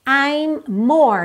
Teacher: dois M's, a gente liga no M só.